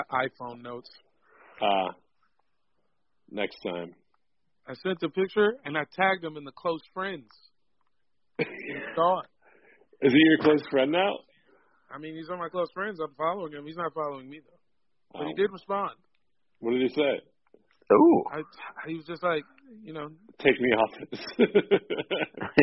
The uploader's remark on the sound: hop on the phone